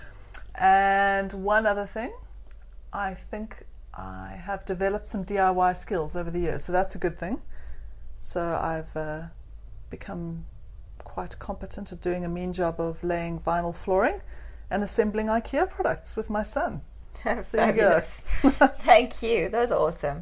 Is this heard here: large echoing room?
no